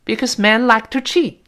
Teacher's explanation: 单词末尾 t，失去爆破，舌尖顶住